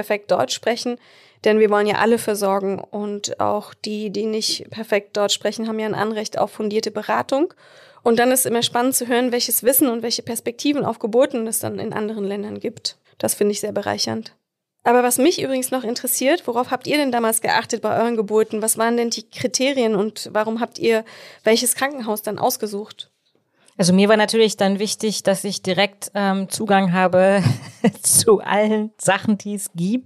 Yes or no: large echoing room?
no